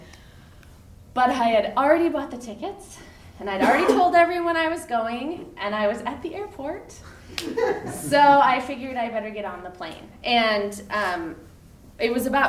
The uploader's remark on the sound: on stage at the Columbia Center for the Arts for live storytelling with Portland Story Theater